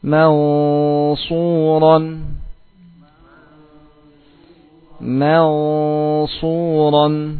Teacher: Yang ditebalkan ikhfa-nya, mimnya tetap dia dalam keadaan tipis. Mansuran. Tidak dibaca mau, mimnya kita tebal, tidak. · Term: ikhfa yang ditebalkan